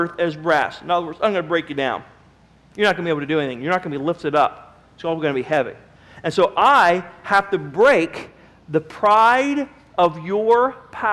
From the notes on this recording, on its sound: Sermon was recorded April 19, 2009 at Northside Baptist Church of Elkhart, Indiana